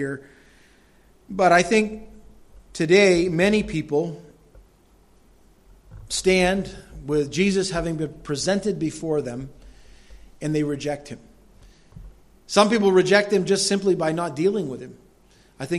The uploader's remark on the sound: delivered at Madawaska Gospel Church on the morning of July 10, 2016